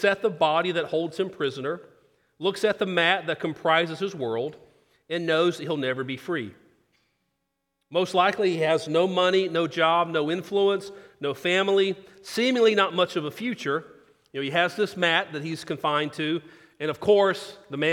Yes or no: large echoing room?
yes